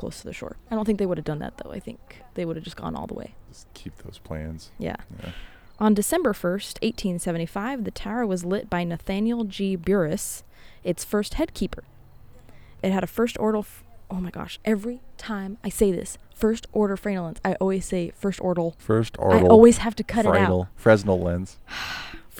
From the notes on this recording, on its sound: Recording this podcast at the physical site of each seaside sentinel. In the shadow of the lighthouses themselves!